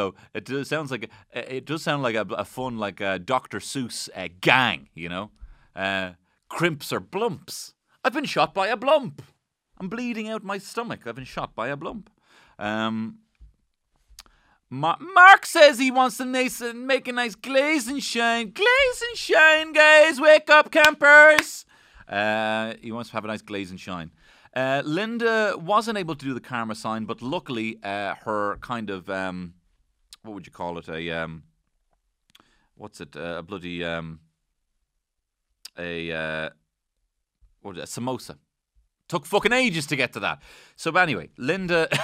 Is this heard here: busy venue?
no